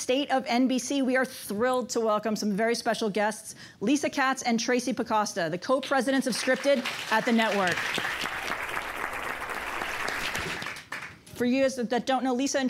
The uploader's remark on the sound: Live from ATX Television Festival. LIVE from the ATX Television Festival in Austin!